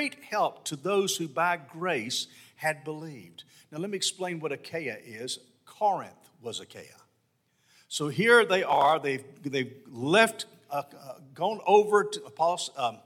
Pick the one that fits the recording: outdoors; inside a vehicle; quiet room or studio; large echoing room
large echoing room